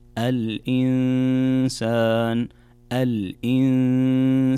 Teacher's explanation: هنا نون ساكنة جاء بعدها حرف السين، والسين من حروف الإخفاء، فعندنا كذلك هنا غنة بمقدار حركتين